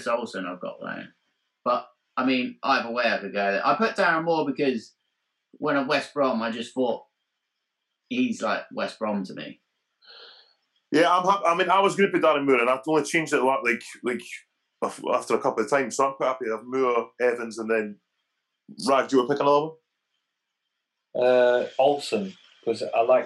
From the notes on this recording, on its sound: The Football Humans are back on Zoom